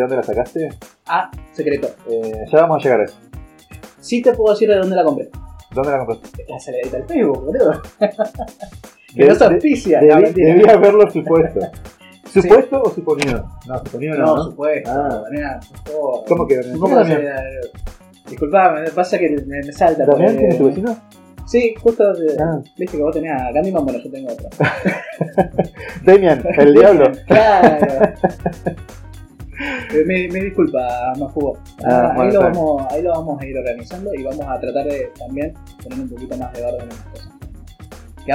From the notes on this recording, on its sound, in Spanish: Se escucha mal pero como somos unos caraduras lo subimos igual. El podcast comodorense. Este piloto se escucha mal, es verdad.